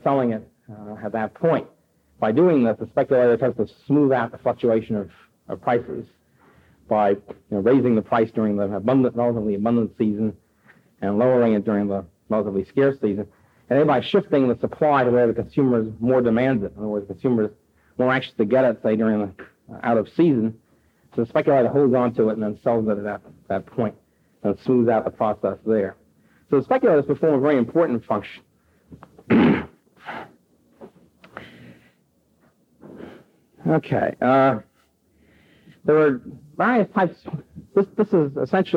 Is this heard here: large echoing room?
yes